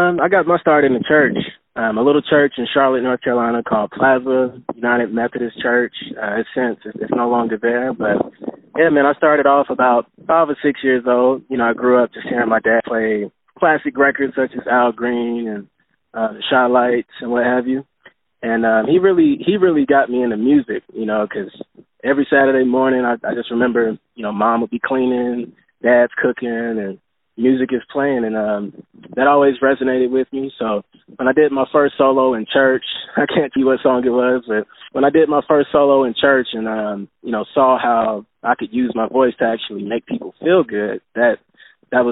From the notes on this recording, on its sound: On the phone